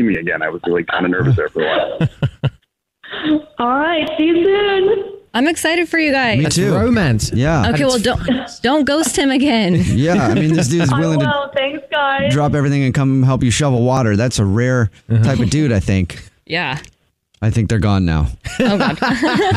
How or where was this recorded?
phone line